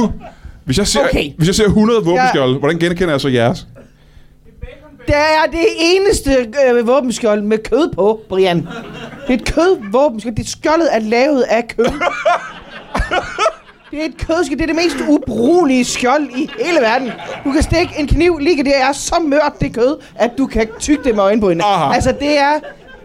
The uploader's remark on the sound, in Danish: LIVE fra 27b i Kolding. Optaget live på alletiders 27b i Kolding foran et levende publikum.